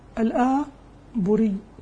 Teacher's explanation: بفتح الهمزة الممدودة تليها موحدة مضمومة ثم راء مكسورة مخففة